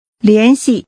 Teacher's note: The tones are rising and falling. Say, get in touch with.